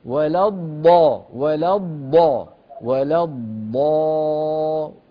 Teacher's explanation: الضاد انتبه، ولا الضا ولا الضا ولا الضا، ولا تقطع الصوت، لا تقول ولا الضا، ما في فراغ